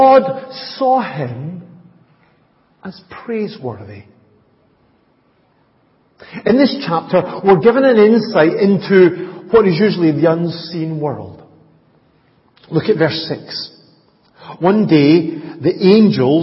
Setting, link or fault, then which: setting, large echoing room